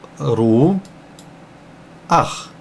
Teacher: в конце мы не читаем как ха, а мы читаем как ах